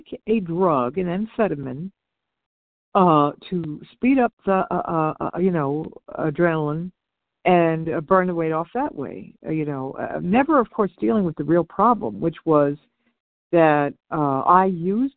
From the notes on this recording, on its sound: 100 Pounders Phone Meeting.